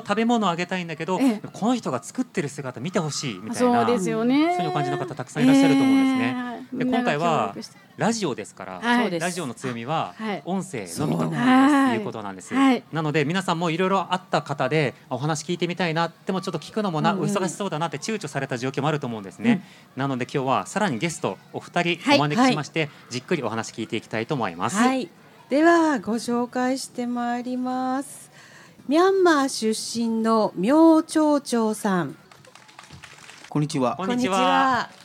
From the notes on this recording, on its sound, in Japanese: 難民・移民フェス公開収録。